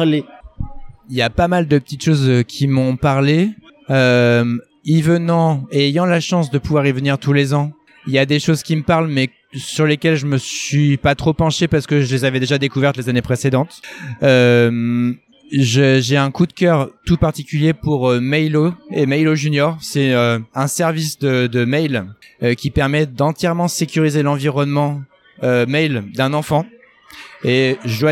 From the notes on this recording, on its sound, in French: épisode enregistré à Educatech Expo